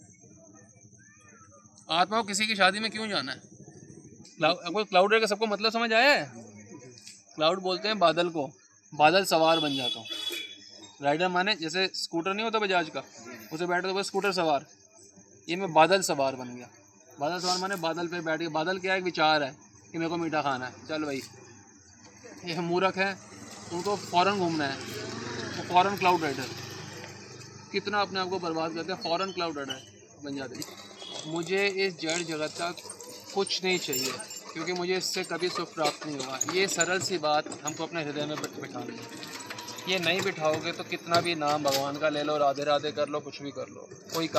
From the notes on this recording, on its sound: delivered at Yamuna Tat, Sri Vrndavan Dhaam